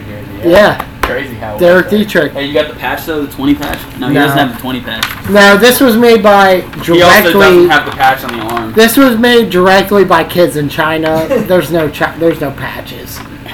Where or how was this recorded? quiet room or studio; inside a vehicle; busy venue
busy venue